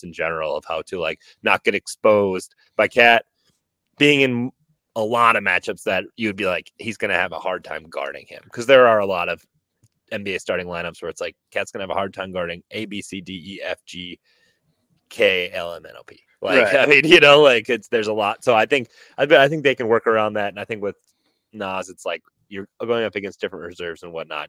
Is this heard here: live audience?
no